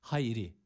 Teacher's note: Kalın ve boğazımızı hırıldatarak çıkartmış olduğumuz ha. Kalın bir harftir.